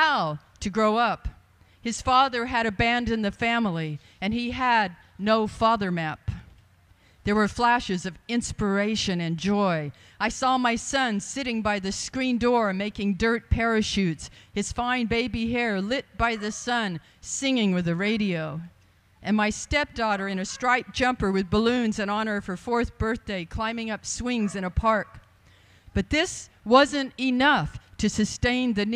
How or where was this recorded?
live audience